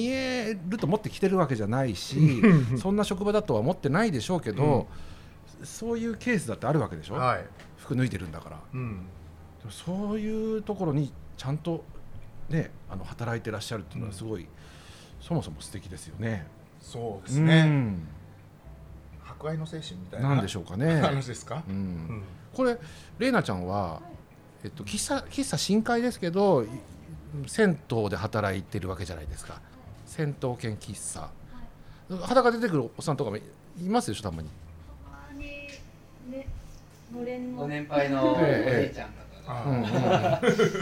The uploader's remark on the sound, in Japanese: 今回も先週に引き続き、十條湯に併設された喫茶深海での収録。